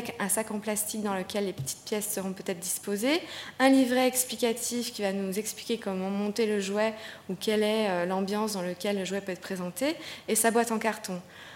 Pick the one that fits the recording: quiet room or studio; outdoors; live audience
live audience